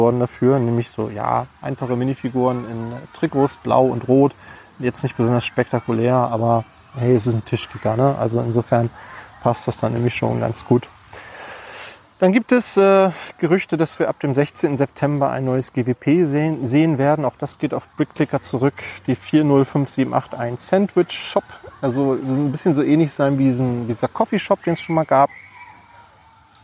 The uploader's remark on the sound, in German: Eine Podcast Aufnahme im Freibad.